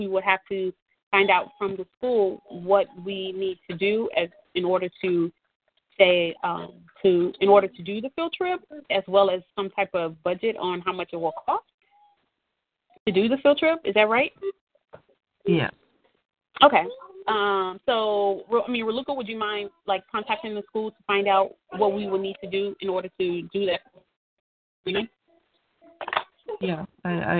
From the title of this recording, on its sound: GEMS Operations Committee Teleconference